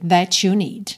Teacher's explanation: Atenção a essa junção de that com you, que tem esse som to